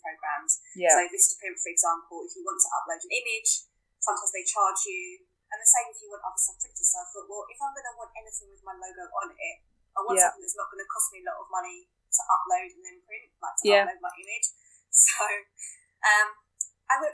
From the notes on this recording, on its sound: We splashed out on a new USB microphone so the sound quality will be better while we are still recording over Zoom. New microphone – Blue Snowball Ice.